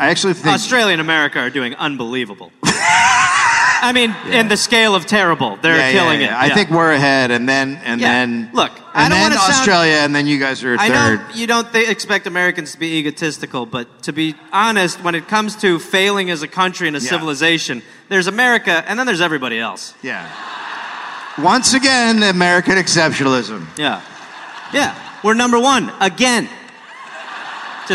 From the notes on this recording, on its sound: Recorded live in London.